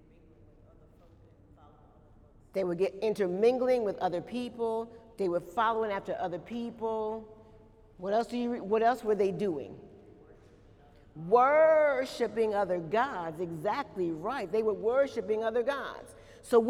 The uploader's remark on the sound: During Wednesday night service on October 7, 2018